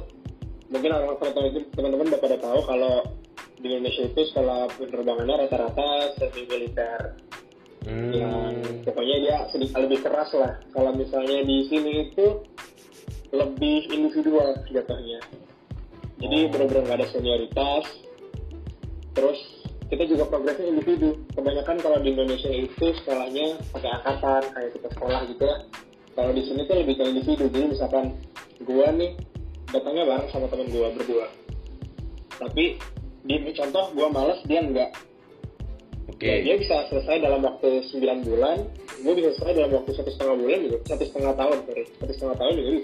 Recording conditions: poor sound quality